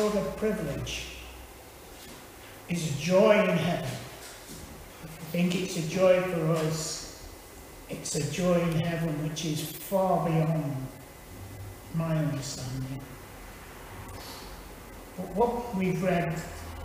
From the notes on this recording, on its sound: Teaching at Withington Christian Church